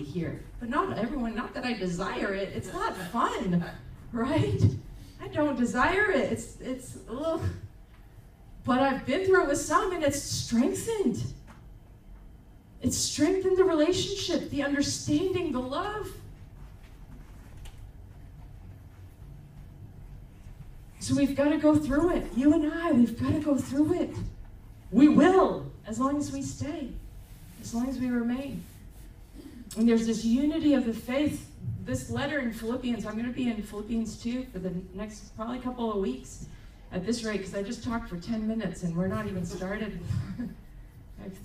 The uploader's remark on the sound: Recorded on October 8, 2023 at Crossing Life Church in Carmel, ME.